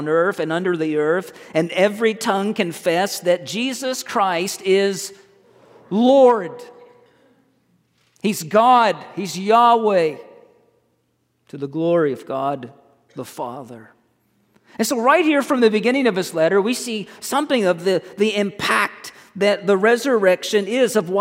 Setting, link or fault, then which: setting, large echoing room